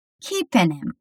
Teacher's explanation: A gente basicamente tira o H de him e junta as duas palavras. Fica keeping him. · Term: Lincoln Sound